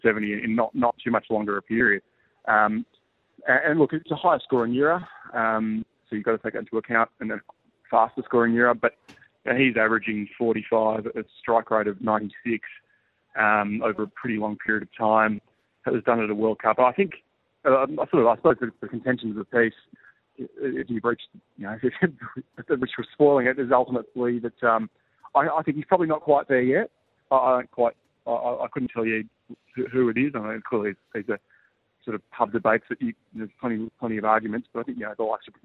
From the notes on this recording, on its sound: joined the show live from India